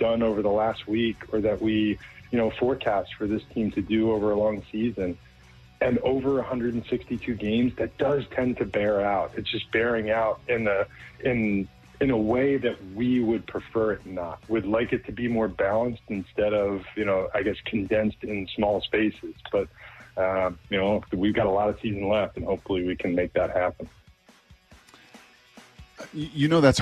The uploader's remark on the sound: opening the phone lines for Seattle Sports fans to guide the show